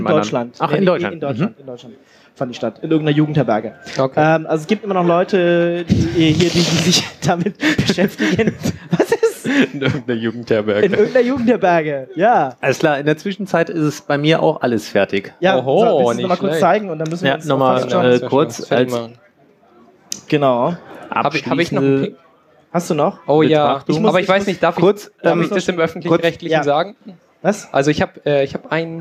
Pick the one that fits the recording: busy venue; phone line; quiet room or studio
busy venue